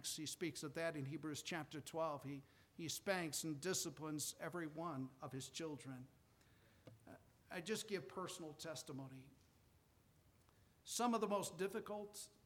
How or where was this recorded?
large echoing room